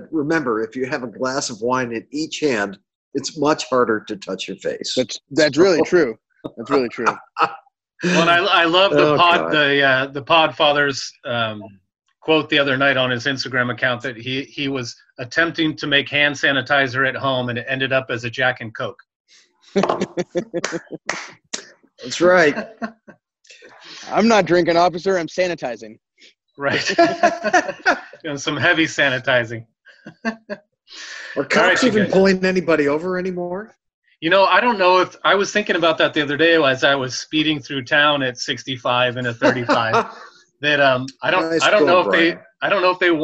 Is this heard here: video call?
yes